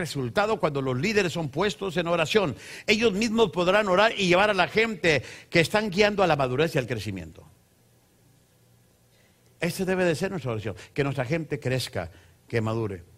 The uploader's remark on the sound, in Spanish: Esta serie fue grabada en vivo durante las conferencias mensuales en Centro Familiar Cristiano en San Diego, CA.